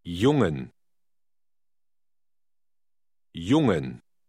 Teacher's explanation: Note that German J is pronounced like an English Y, as in yes.